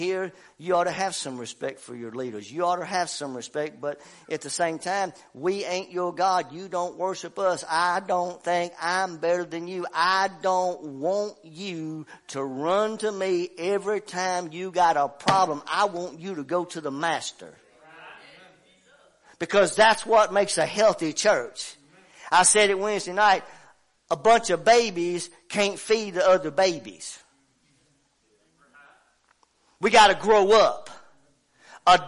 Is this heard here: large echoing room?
yes